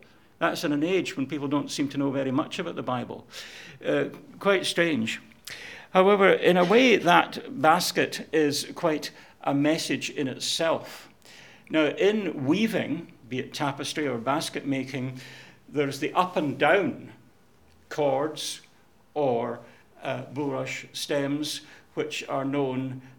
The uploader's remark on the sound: Audio podcast of morning service